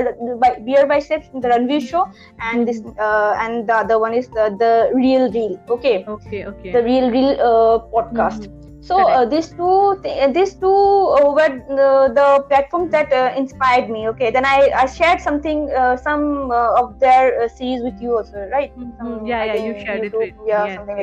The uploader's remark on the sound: Please forgive us for the glitches.